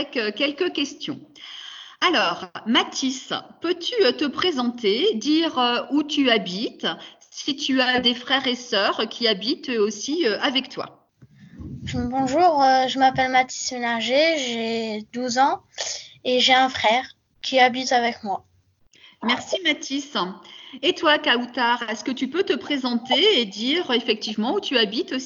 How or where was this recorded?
video call